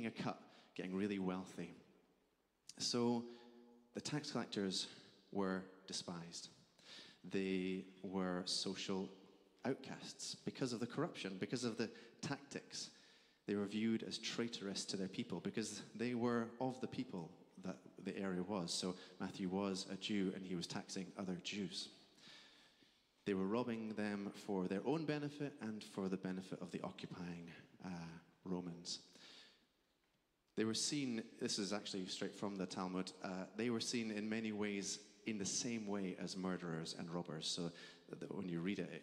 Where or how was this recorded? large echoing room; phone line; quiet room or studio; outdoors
large echoing room